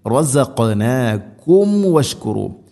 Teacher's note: സുക്കൂനുള്ള മീമിന് ശേഷം വ, വന്നാൽ രണ്ട് ചുണ്ടുകൾ തമ്മിൽ തട്ടിച്ച് മീമിനെ പൂർണ്ണമാക്കാൻ പ്രത്യേകം ശ്രദ്ധിക്കണം